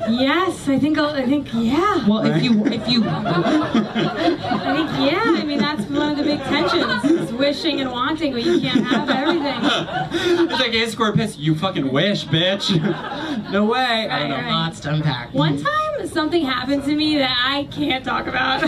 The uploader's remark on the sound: It's our new york comedy festival live show episode!